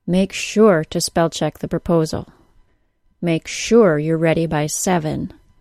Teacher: the word sure, when stressed, uses the other U, the vowel of the word put. When sure is unstressed or said quickly, it is pronounced sure.